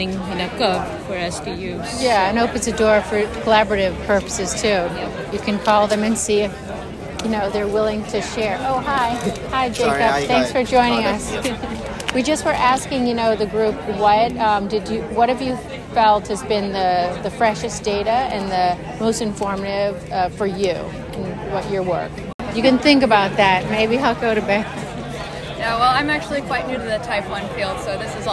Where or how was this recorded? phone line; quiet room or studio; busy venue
busy venue